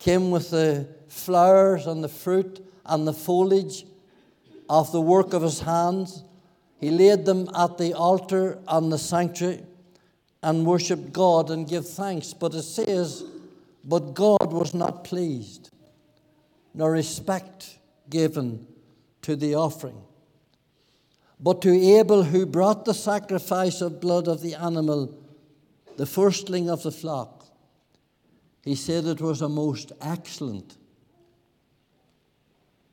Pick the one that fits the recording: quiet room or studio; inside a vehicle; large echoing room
large echoing room